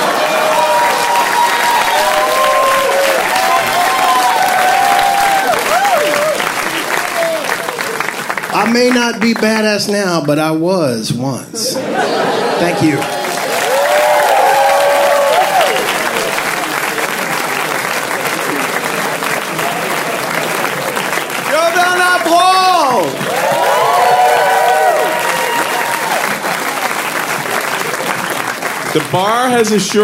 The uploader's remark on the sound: Live From Baltimore!